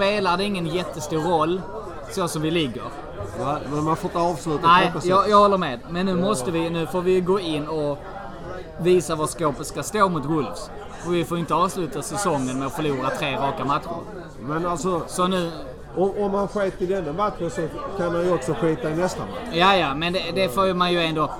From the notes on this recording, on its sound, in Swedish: I andra delen så hade vi en open mic på Arsenal Malmös vårfest.